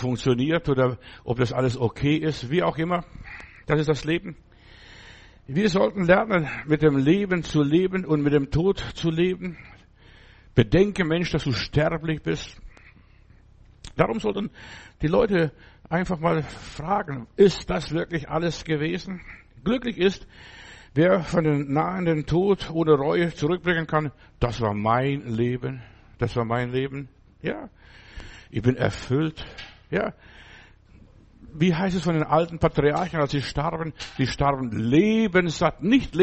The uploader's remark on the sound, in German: März 2024 im Gemeinde-Zentrum in Berlin aufgenommen.